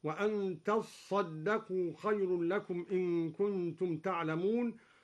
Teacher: أصلها تتصدقوا فأدغمت التاء في الصاد